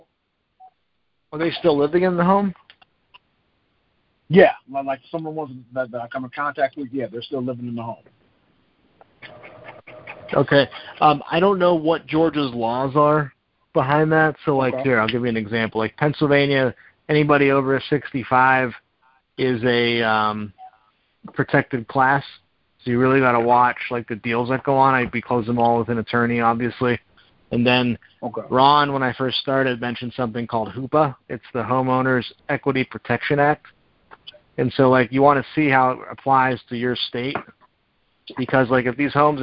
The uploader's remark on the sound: Gold Club Q&A Call